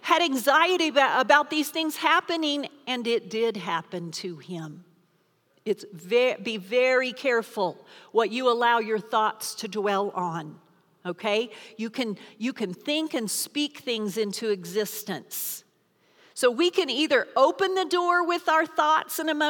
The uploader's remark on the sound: Recorded live during our Wednesday night service.